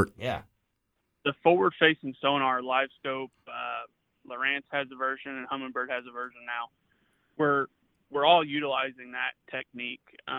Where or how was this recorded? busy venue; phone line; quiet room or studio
phone line